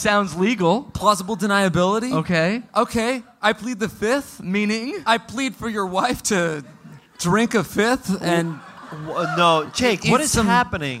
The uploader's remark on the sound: Live in Austin